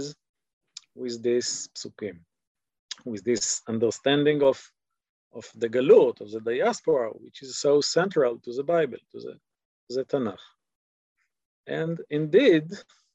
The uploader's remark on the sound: This audio was originally captured from Zoom.